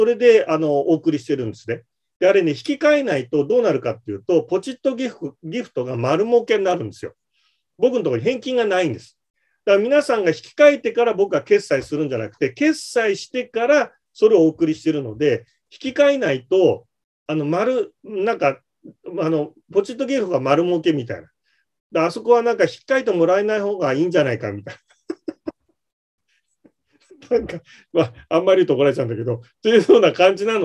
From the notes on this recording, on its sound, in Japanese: ZOOMで開催しますので、視聴者の皆さんと一緒にやりとりしながら双方向で番組を進めてまいります！